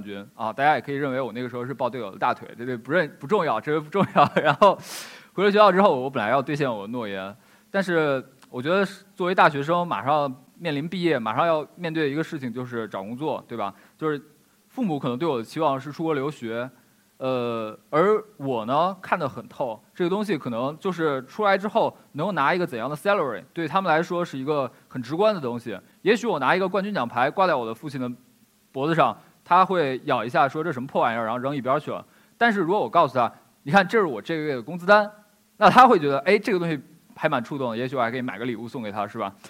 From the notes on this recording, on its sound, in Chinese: 一席现场